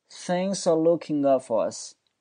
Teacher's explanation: p 是一个爆破音，爆破音有个发音特点，当它后面接一个辅音的时候，就爆破音就失去爆破了。所以这个 up 直接就略读成一个词叫就可以了，叫 things are looking up forus。你看那个 up 那个 p 根本没有发音啊。Things 我放慢，things are looking